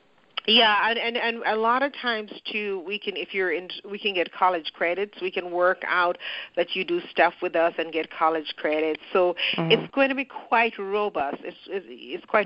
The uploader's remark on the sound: Footprints Foundation Global Educator Conference Call